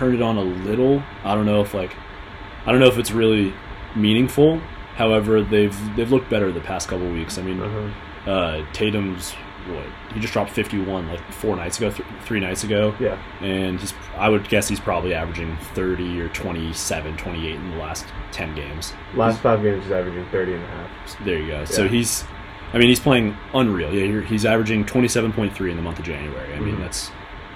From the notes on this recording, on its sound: There is some background noise that occurs throughout the recording. We apologize for this unfortunate technical difficulty.